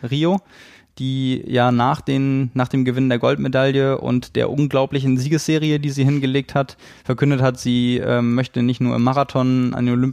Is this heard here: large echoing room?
no